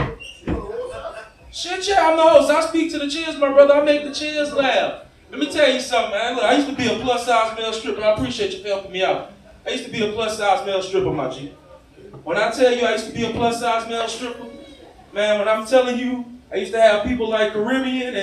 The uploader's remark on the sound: Comedy! Live from Capital Park. Recorded at Capital Park Bar in Baton Rouge, LA.